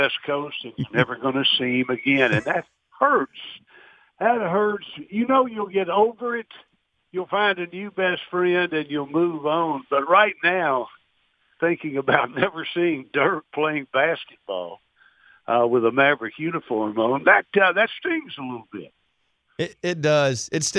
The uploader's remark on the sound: called